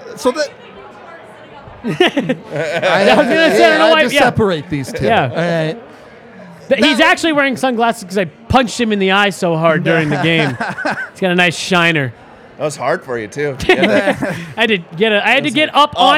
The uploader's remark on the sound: LIVE from the DNVR bar